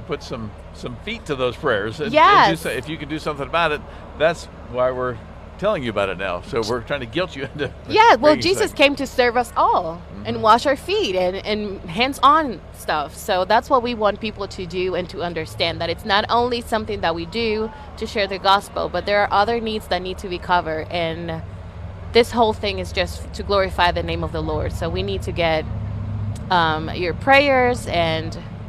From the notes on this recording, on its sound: Live at the Turkey Fry Donation Drop-off. Broadcasted live from the Miracle Hill Turkey Fry Donation Drop-off event.